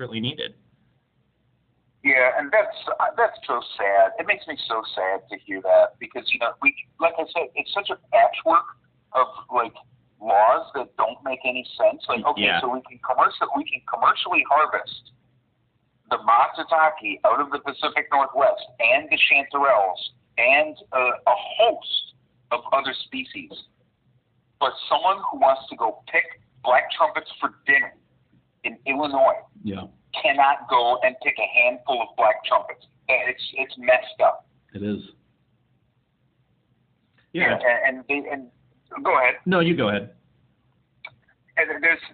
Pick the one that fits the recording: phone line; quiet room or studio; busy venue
phone line